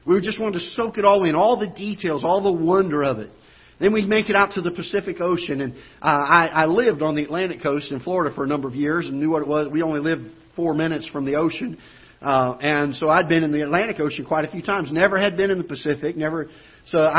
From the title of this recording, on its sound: Ketha Heights Baptist Church ~ Live Broadcast